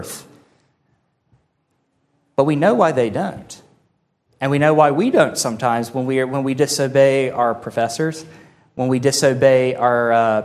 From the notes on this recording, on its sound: This sermon was delivered on July 23, 2023 at Antioch Presbyterian Church, a mission work of Calvary Presbytery of the Presbyterian Church in America located in Woodruff, South Carolina.